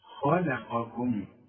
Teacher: واذا فخمت الخ يعني مد شفايفك لقدام على هيئه قبله · Term: تفخم الخ